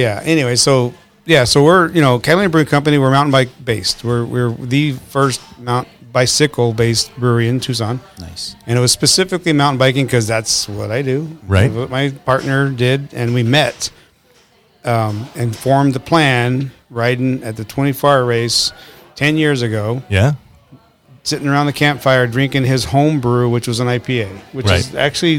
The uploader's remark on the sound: Recorded onsite at the brewery